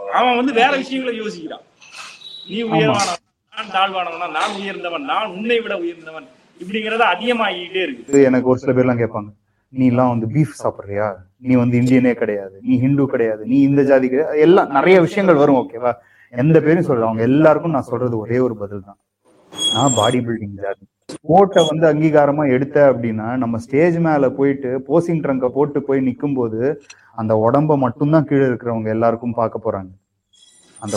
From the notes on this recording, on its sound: our first online recording version of the podcast